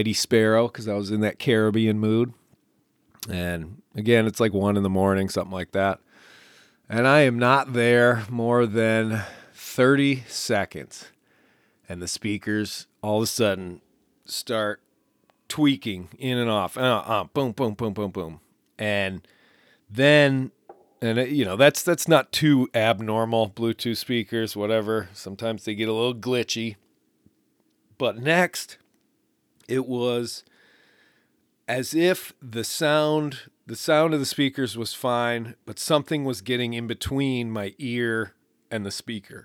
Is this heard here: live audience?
no